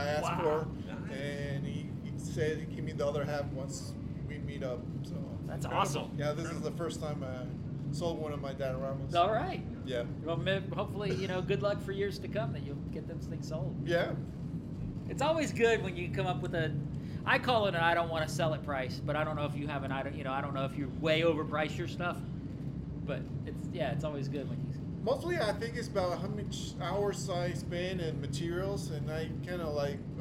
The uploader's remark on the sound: Recording from the Georgia Alliance of Star Wars Collectors (GASWC) table as the annual toy show, Toylanta, winds down on a Sunday afternoon. Interview vendors and attendees.